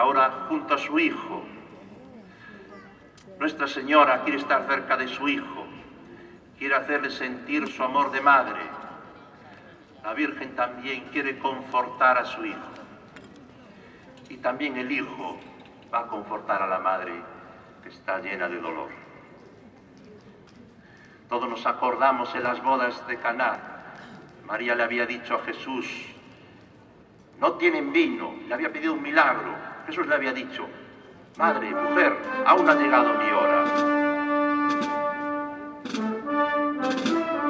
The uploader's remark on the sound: Praza Da Quintata De Vivos, Santiago de Compostela, Spain - Procession of the Holy Encounter. 13 seconds after I pressed record the liturgy began. Sombre music (advice as to which piece is welcome) played by the band, carrying of pasos (floats), the tapping of staves and dragging of chains.